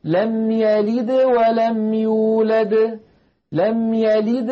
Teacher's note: ولما ينطق الدال يلد الفم مباشرة يريد أن يتهيأ إلى الواو التي بعد الدال، فلذلك القلقلة تكون أقل وضوحا من ولم يولد الدال الثانية التي وقفنا عليها.